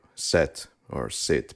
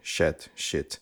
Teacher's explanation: Often our tongues do the weird thing where we might say set or sit, but instead we say shet, shit.